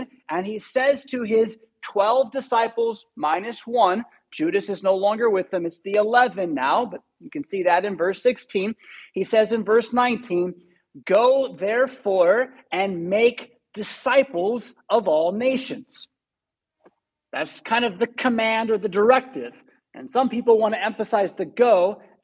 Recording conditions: large echoing room